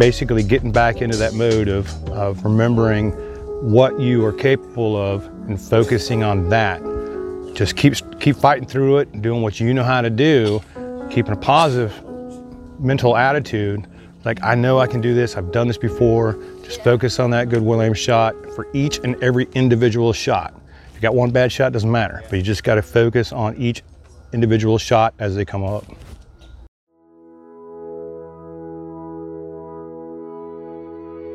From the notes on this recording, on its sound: Interviews from Camp Perry's CMP National Matches. Held each summer at Camp Perry.